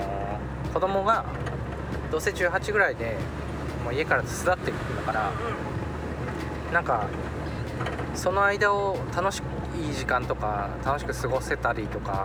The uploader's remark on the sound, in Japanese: 軽トラでクリーンセンターへゴミ出しに向かう道すがらの収録